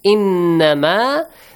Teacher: Listen, please, brothers and sisters. Innama, the Noon Mushaddad, which is pronounced with a nasal sound